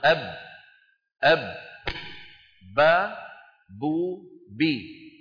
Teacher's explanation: مخرج الباء كما نرى على اللوحة التي أمامنا بانطباق الشفتين على بعضهما، أب أب، با بو بي. طبعا ما معها من الأنف شيء، ما معها من الخيشوم شيء